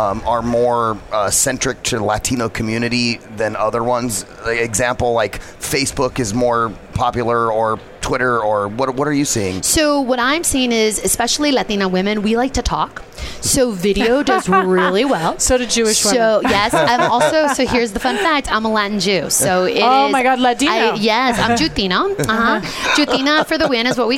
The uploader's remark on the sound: Live at NAB show 2017! Live from the NAB show 2017 Advanced Advertising Pavilion.